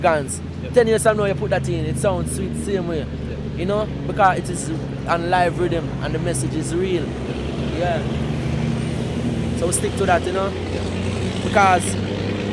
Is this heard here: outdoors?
yes